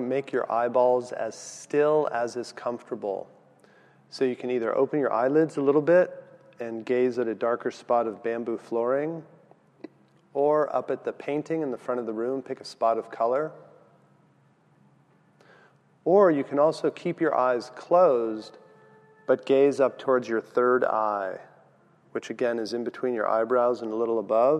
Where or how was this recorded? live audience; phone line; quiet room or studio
live audience